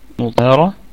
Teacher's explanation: مطهرة، مطهرة، طبعا لما نبتدئ فقط مش وصلا بقى، نبتدئ على مطهرة هتكون الميم مخففة متحركة بالضم، فهتكون في الدرجة الخامسة من درجات الغنة، والطاء في الدرجة الثانية من درجات التفخيم، مطه، مطه، هكذا.